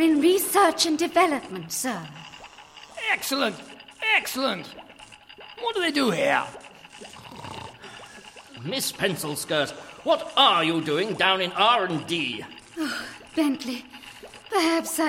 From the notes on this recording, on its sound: Recorded live at Colchester Arts Centre.